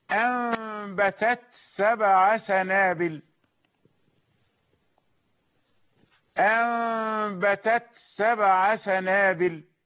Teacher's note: معروف قول الله تعالى أنبتت سبع سنابل، أنبتت سبع سنابل بالإظهار كما سمعت في المرتين، والإظهار معناه أن تهمس التاء، ما دام التاء ساكنة فهي مهموسة